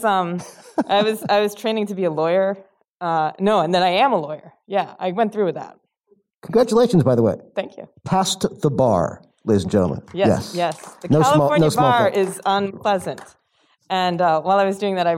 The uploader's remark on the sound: in a Q&A at the DGA theater in Los Angeles.